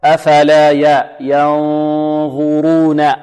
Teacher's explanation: الظاء هنا مفخم والراء مفخمة. أفلا ينظرون، والياء كما قلنا مرققة.